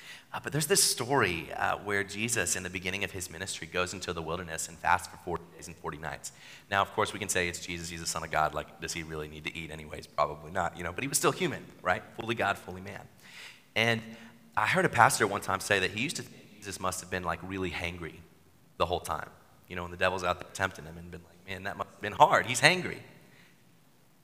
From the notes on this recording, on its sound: Sermon at New City Church